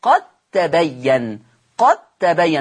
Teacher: هنا أضغمت الدال في التاء إضغاما واجبا · Term: إضغام واجب